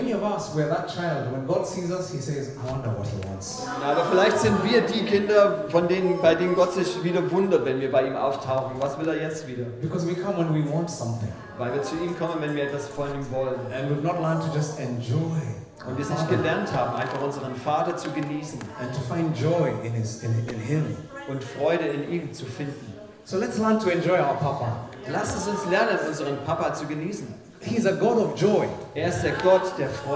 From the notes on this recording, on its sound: In this message preached at Mavuno Berlin